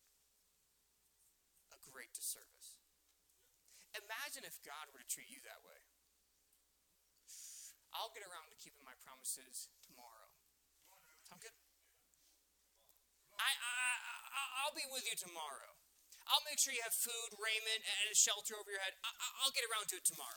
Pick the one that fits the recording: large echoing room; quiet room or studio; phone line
large echoing room